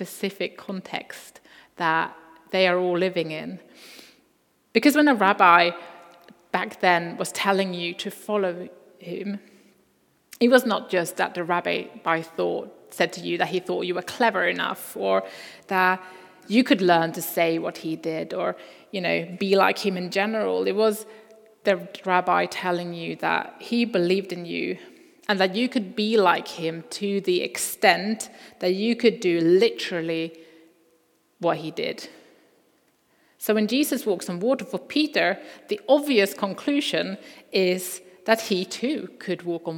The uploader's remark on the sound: Recording from Immanuelskyrkan Skövde.